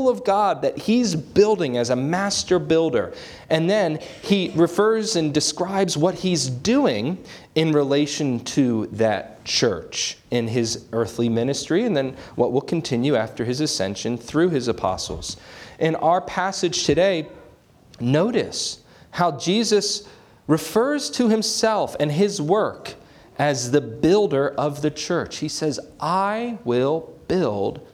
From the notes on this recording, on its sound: This sermon was preached on January 21, 2024 at Antioch Presbyterian Church. At Antioch Presbyterian Church, a mission work of Calvary Presbytery of the Presbyterian Church in America located in Woodruff, South Carolina.